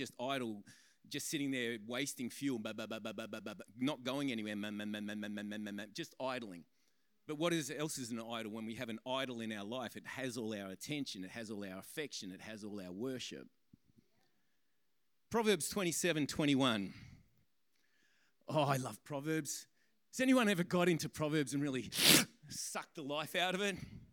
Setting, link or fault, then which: setting, large echoing room